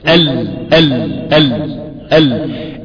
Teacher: حرف اللام فيه انحراف، اللام بتنحرف فيه من مخرجها · مخرجها مين؟ أدنى حافتي اللسان مع ما يحاذيه من أصول الثنايا العليا